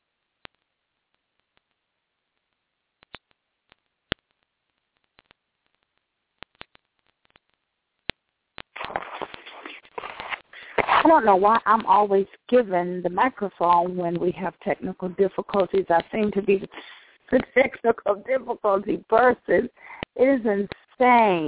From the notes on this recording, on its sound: Savannah Press Conference. Savannah, Georgia Press Conference. At the Muse Arts Warehouse 703D Louisville Road, Savannah, Georgia.